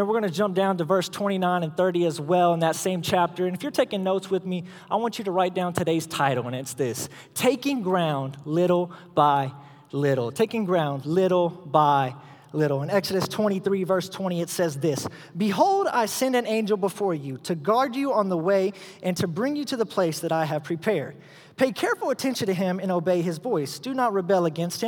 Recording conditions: large echoing room